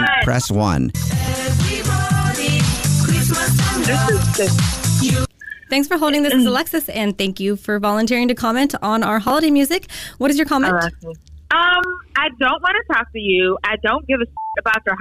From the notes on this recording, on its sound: A Pass the Phone Prank with some AWFUL hold music.